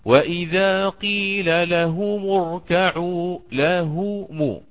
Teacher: ضم الإمام قالون الهاء والميم معا فيقرأ وإذا قيل لهم اركعوا لهم، ضم الهاء والميم.